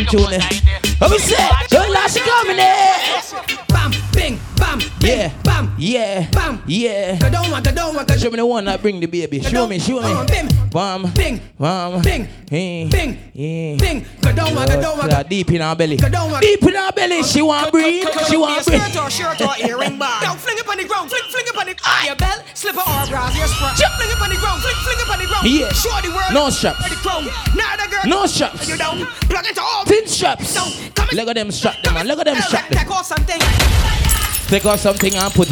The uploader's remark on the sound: RADIATE FESTIVAL LIVE AUDIO